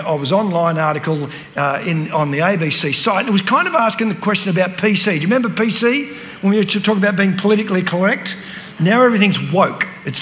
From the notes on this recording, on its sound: at the CRC National Conference in 2023 held at Diggerland Church in Redcliffe Victoria